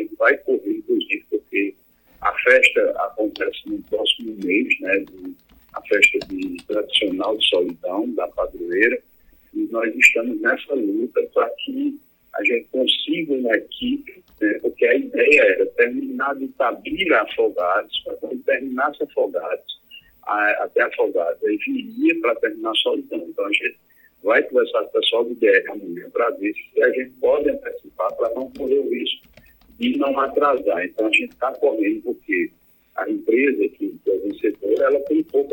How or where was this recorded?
phone line